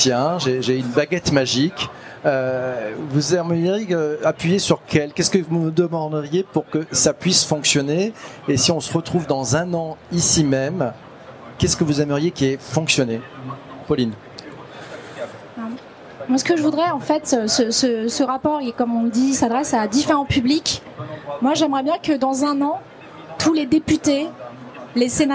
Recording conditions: live audience